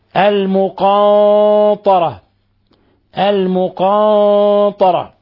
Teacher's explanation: لاحظوا تفخيم الغنة تبعا للحرف الذي بعدها وهو حرف الطاء الذي هو حرف إطباق وحرف استعلاء، وهو من جملة خص ضغط انقض الحروف المفخمة.